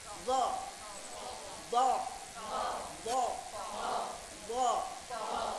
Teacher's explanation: خلي بالكم الضاد فيها استطالة واستعلاء